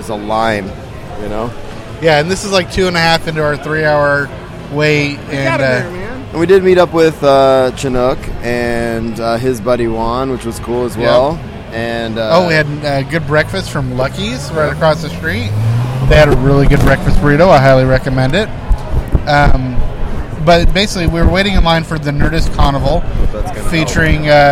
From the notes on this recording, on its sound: The audio quality isn't the best, as we were in busy areas. San Diego Comic-Con 2015. The audio quality isn't the best, as we were in busy areas.